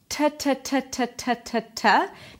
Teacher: Make sure it's just the tip of the tongue touching the upper palate. · Term: T sound